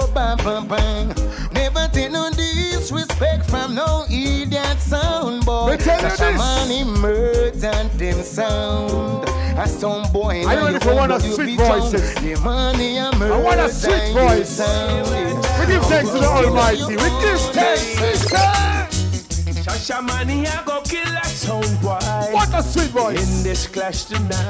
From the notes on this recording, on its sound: this is the Audio of the Dance